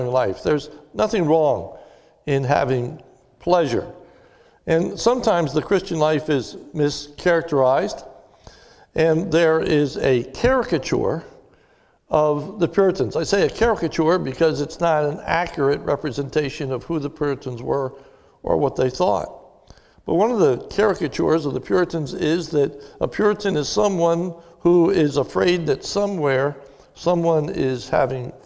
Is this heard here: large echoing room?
yes